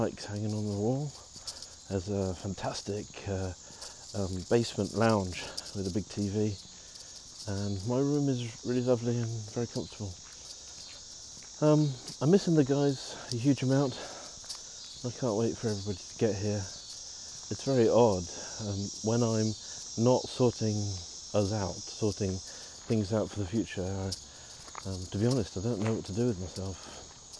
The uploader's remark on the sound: Walking around Egdewood. Here are a selection of short audio clips, often recorded on the move as I'm traveling, these include letters to home from our new life in Pittsburgh, but also postcards from other places.